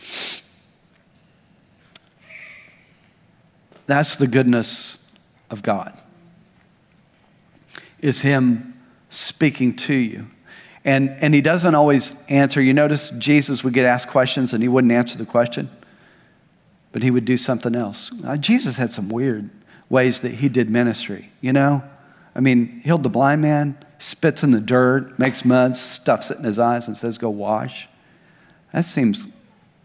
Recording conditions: large echoing room